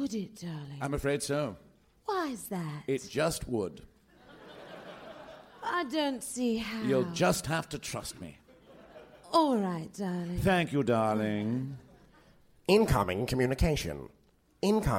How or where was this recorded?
live audience